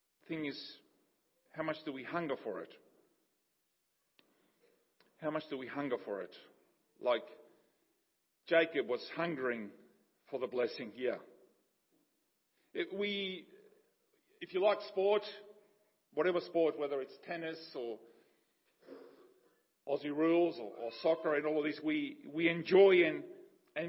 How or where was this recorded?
large echoing room